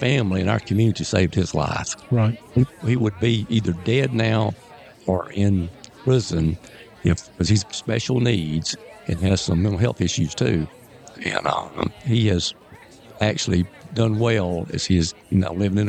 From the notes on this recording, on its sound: joined us at our booth during the 2024 ACSW Convention in Orange Beach, Alabama for our first ever on-location podcast!